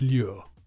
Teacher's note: It's got a strange pronunciation, as you have to move from a l sound to a y sound.